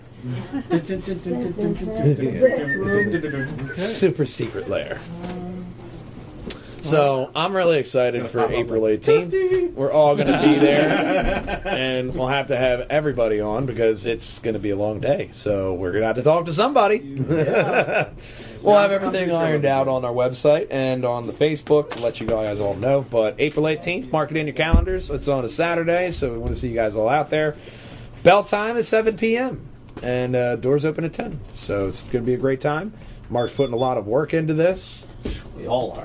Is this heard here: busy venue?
yes